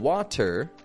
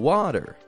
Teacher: now that T, it's not disappearing like in gotten, it's not becoming nasal. However, it's not making a regular true T sound either. · Shown in: second take